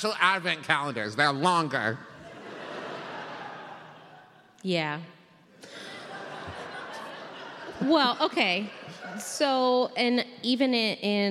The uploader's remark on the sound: Live at Candlenights. This week it's our Candlenights Live episode.